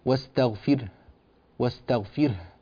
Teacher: فنأتي بحرف الراء ونعطيه زمنه من البينية، زمن وسط كده، ونأتي على حرف الهاء ونعطيها زمنها أيضا الكافي من الطول · Term: ساكنان